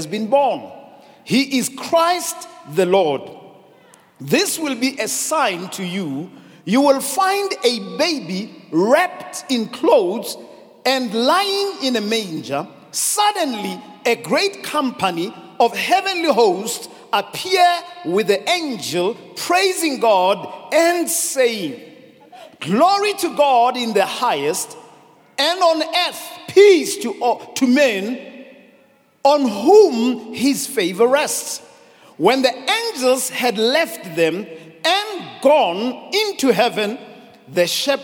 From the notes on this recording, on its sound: Preached at Grace Bible Church Pimville on the 25th of December 2021.